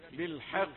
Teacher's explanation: حاء رقيقة والقاف في آخر درجات التفخيم